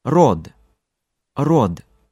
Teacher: Unstressed D at the end will sound like T in spoken Russian